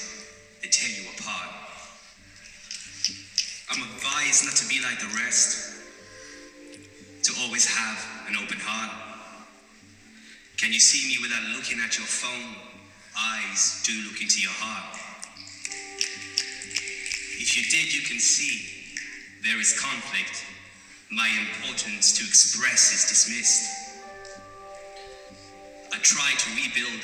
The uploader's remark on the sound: Performance live at poetry jams 7th birthday party live in brimingham town hall.